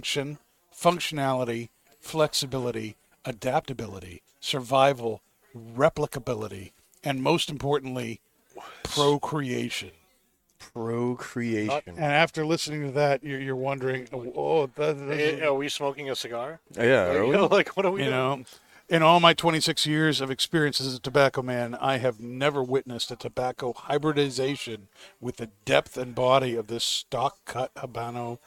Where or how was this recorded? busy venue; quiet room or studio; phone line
busy venue